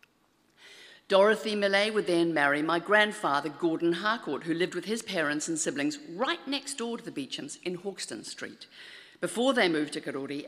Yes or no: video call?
no